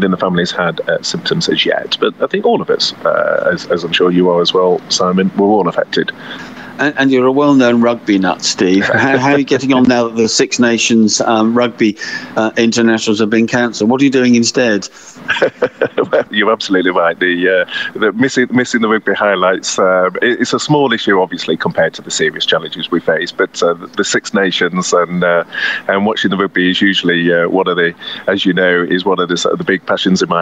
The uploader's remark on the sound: Self-isolation special. Phone. Record this week's podcast from their two homes for the first time.